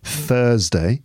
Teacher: That's a dental fricative, unvoiced.